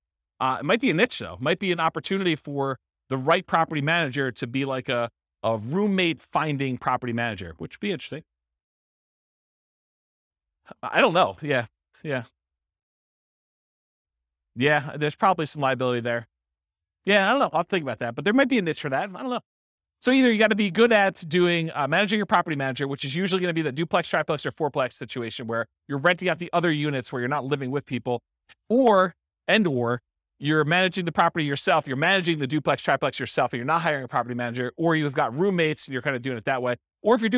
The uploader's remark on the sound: This was a live class recorded